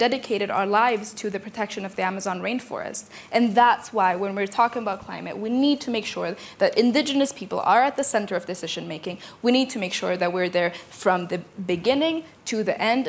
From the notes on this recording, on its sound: This panel held at the World Economic Forum 2023 Annual Meeting 18 January.